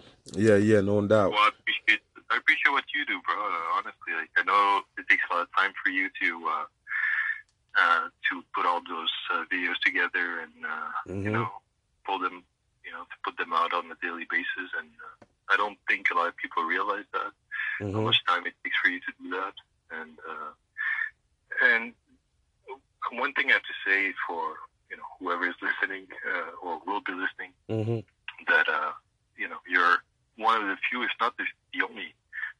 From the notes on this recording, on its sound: FIRST CALL IN EPISODE